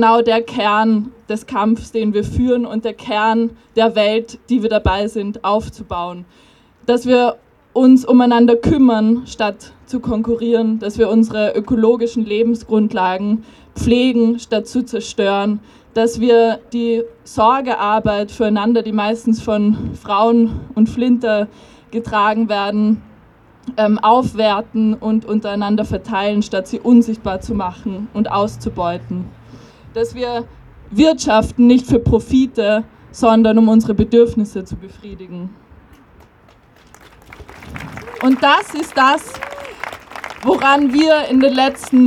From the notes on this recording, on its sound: O-Ton Mahnwache gegen den Brandanschlag auf Klimaaktivist*innen.